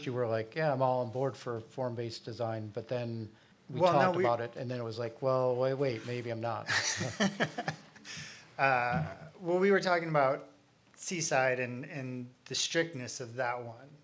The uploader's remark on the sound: The production was recorded on October 17, 2023, at The Alluvion in Traverse City